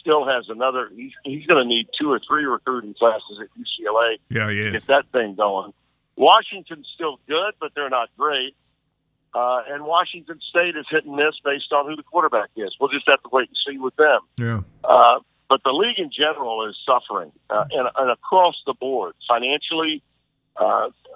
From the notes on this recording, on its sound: Via phone.